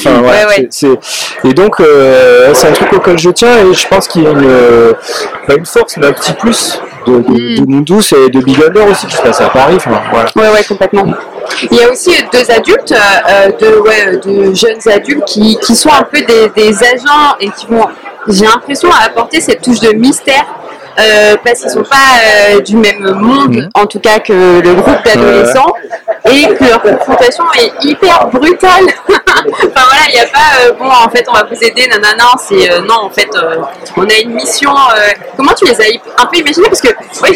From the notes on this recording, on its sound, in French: Festival International de la BD d’Angoulême 2023. Au Festival de la BD d’Angoulême sur la stand de 404 comics cette année.